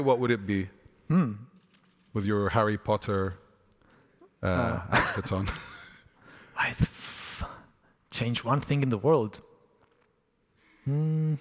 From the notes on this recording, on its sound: A talk recorded 'live on tape' at Estufa Fria, in Lisbon, Portugal on May 2023.